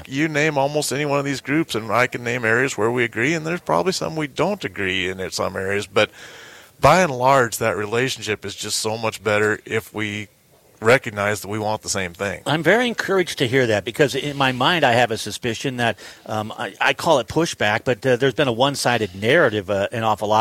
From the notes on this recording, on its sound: LIVE from the 139th Montana Stockgrowers Convention & Trade Show